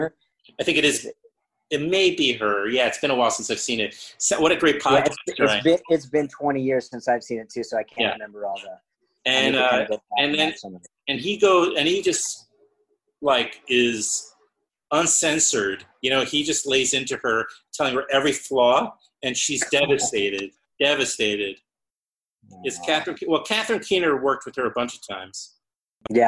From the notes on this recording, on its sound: We recorded the conversation during the COVID-19 pandemic over Zoom. In Valencia, Spain and myself in NYC.